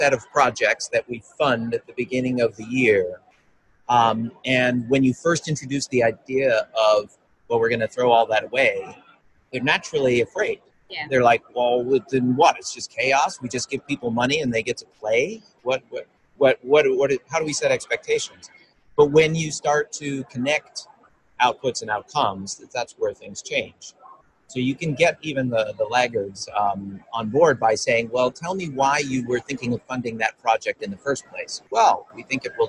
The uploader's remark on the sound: joined us live at the Mind the Product Leadership Forum